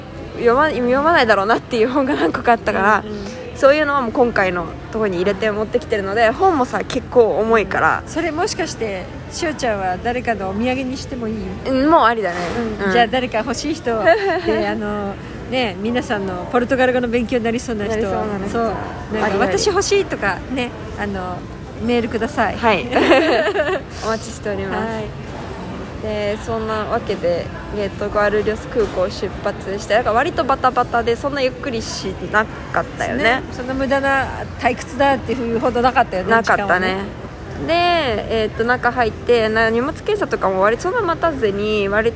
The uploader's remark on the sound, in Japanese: 日本への道中、乗り継ぎをしたアメリカテキサス州のヒューストン空港で収録しました！